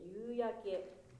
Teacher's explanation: ゆーってそのただ伸ばすだけじゃなくて、ゆーからうが上に上がりたいわけですよ